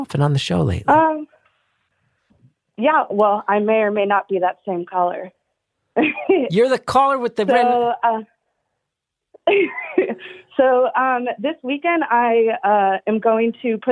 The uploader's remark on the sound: Listeners (and a couple special guests) called in for a series of brief one minute calls.